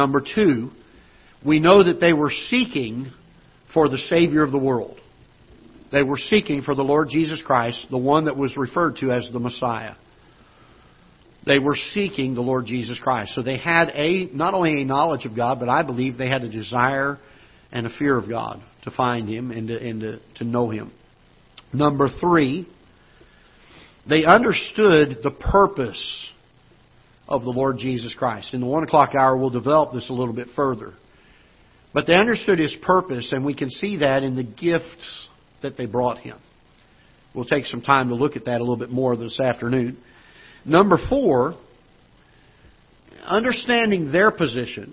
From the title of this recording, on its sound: Ketha Heights Baptist Church ~ Live Broadcast